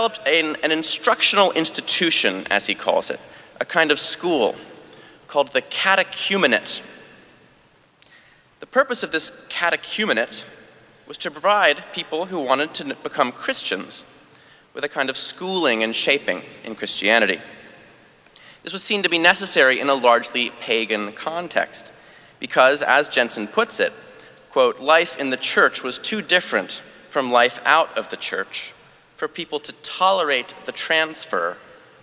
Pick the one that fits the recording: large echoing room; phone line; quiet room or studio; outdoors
large echoing room